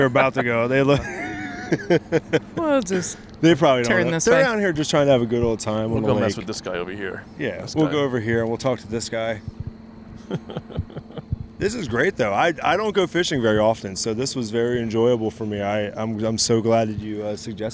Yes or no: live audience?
no